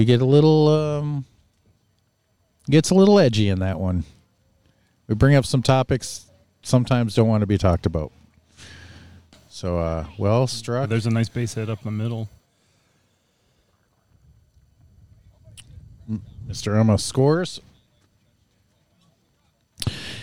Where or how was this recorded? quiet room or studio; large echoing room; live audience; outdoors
outdoors